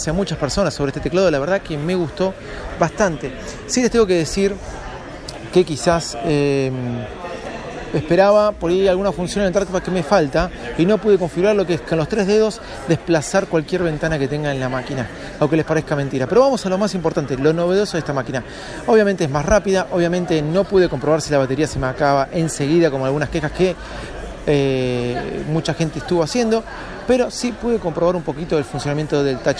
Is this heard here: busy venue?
yes